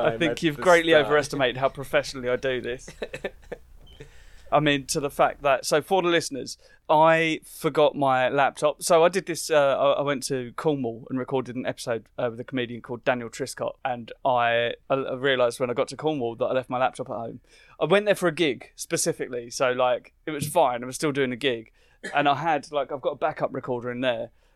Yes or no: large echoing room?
no